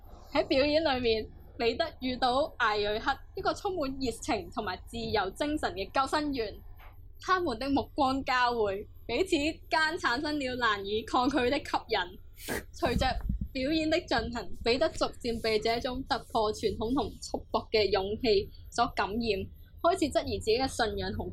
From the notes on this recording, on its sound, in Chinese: 今集又出現咗技術問題同收音環境有啲嘈，後期處理都冇辦法完全清乾淨。要等我哋有錢買咪先解決到。